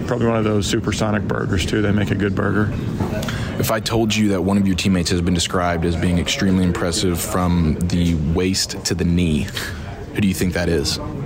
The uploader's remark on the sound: live from Spring Training